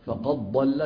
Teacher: إدغام الدال في الضاد فقد ضل، ومن القراء من يقول إيه؟ فقد ضل بضاد مشددة